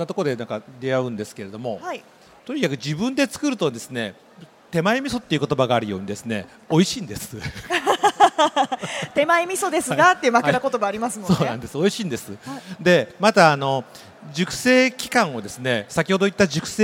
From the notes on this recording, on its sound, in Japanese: CRAFT SAKE WEEK 2023 at ROPPONGI HILLSにて公開収録。